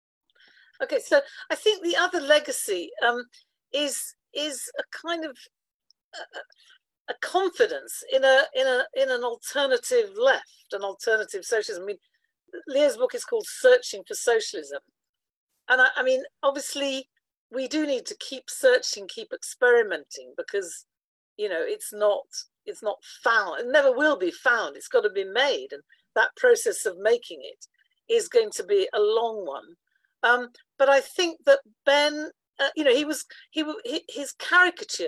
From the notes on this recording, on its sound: Recording of TWT and Verso's webinar